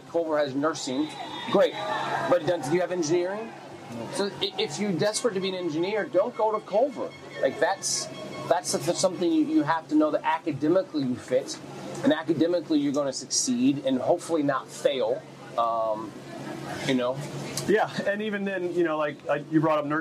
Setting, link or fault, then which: setting, busy venue